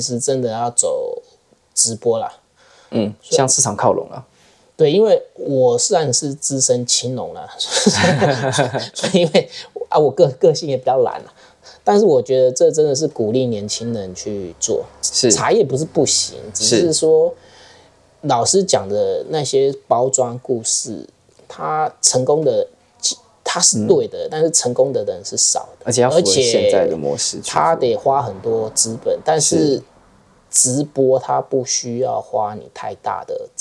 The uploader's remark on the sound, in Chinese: 由於錄音地點就在坪林主要幹道旁，多有環境音還請見諒。